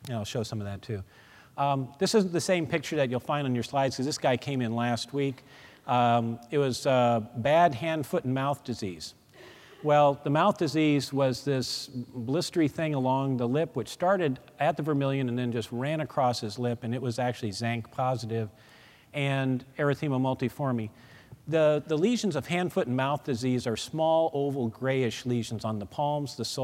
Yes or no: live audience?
yes